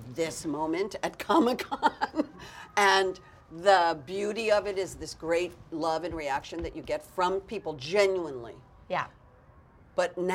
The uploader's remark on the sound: On location at Comic-Con. New York Comic Con.